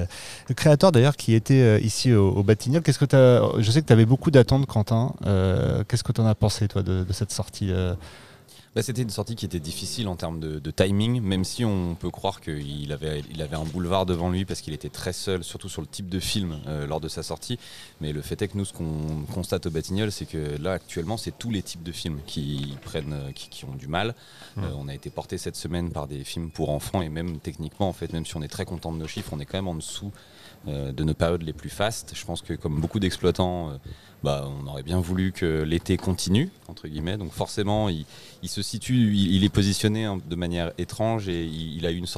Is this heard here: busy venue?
yes